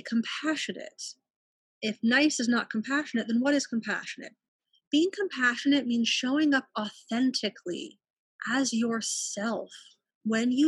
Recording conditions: video call